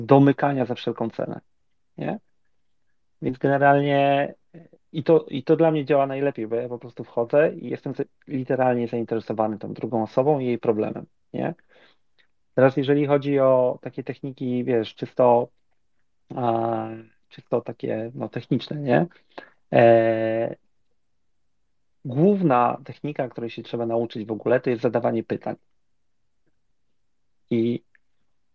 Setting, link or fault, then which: link, video call